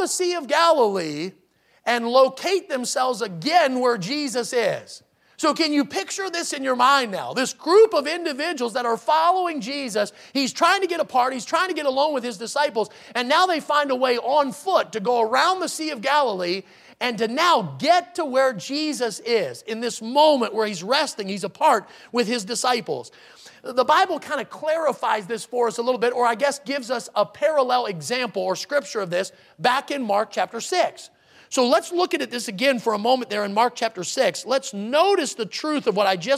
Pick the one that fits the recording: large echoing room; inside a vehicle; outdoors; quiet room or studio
large echoing room